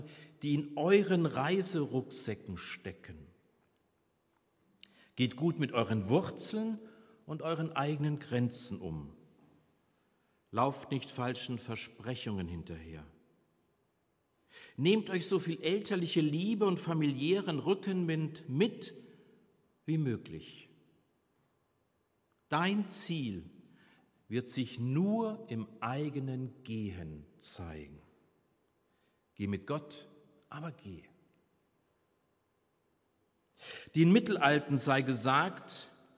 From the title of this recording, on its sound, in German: Predigt Pauluskirche 15.5.2022 - Jazzvesper